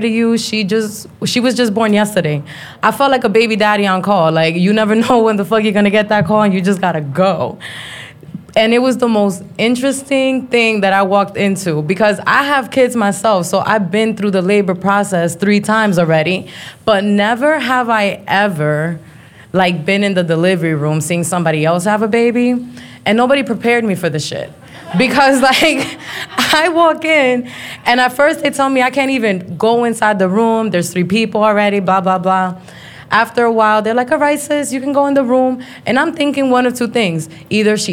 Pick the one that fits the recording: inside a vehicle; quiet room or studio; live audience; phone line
live audience